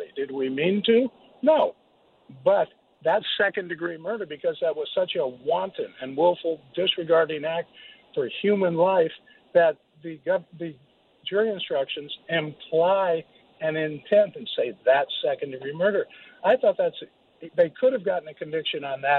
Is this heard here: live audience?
no